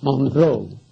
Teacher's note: tiene el acento prosódico, en la última sílaba y la E final es muda